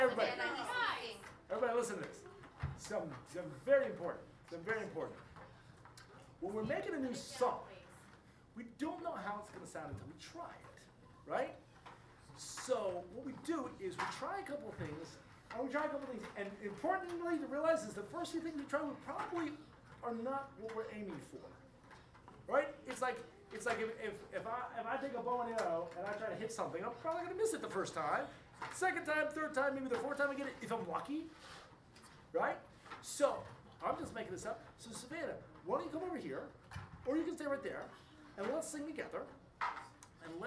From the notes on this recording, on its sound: Recorded live at the 5th grade music class at Matula Elementary. It's the bucket drum orchestra.